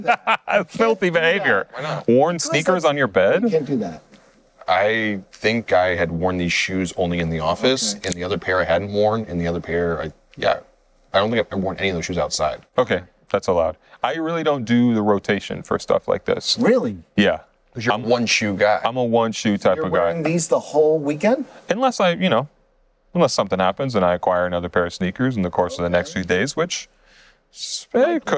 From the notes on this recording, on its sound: This episode was recorded at ComplexCon a few weeks back